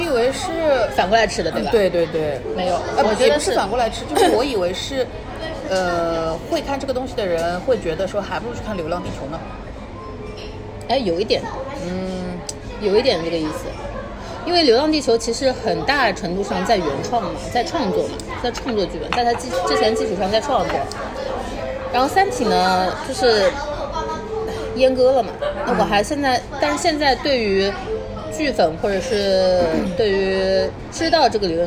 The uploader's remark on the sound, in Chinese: 本次录制花费：Green & Safe 人均100多吧。